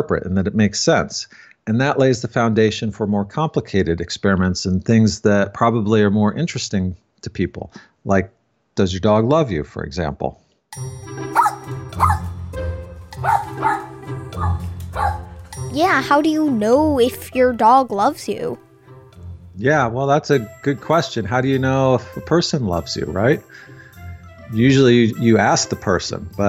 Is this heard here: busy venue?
no